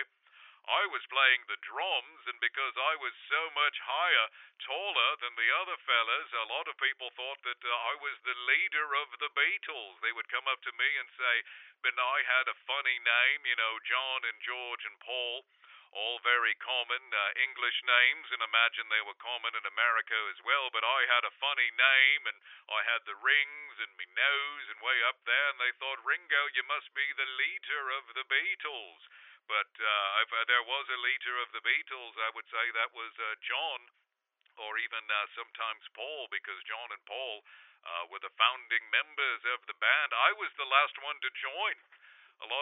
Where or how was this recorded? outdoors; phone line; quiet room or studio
phone line